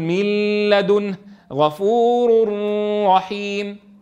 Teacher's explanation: من طرق الطيبة لحفص إدغام النون في اللام والراء بغنة